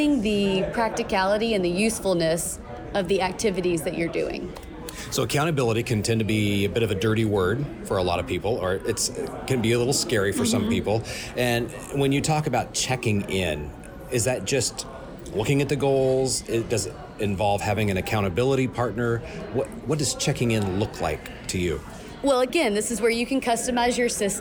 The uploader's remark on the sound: live from the TTI Success Insights Conference